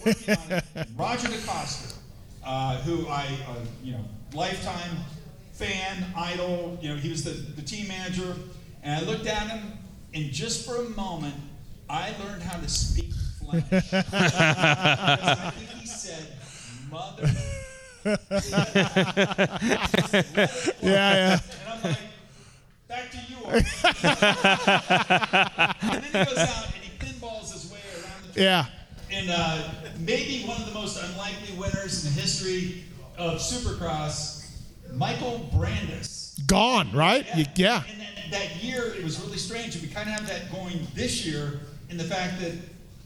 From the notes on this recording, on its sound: Indianapolis Live Show.